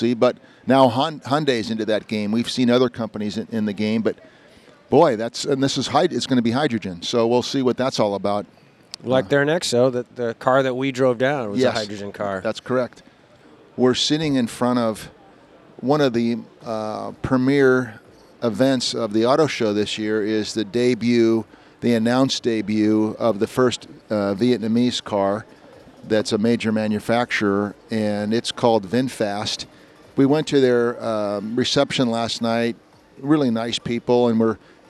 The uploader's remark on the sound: Live at the LA Auto Show